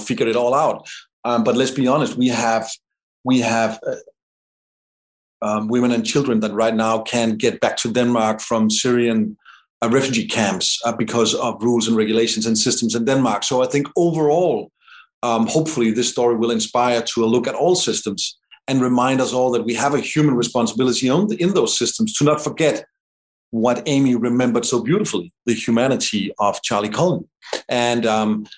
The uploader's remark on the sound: sits down on Zoom